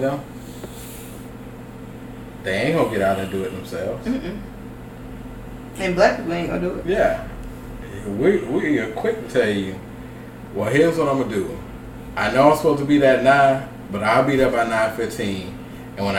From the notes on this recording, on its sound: On this week's episode I f-ed the sound but it was such a good episode I still had to post it.